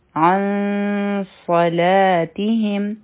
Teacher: صاد راغی نو اخفا بکو دا بسنگ وایو عن صلاتهم او دا اخفا به غټه وي ځکه چې صاد غټ حرف دی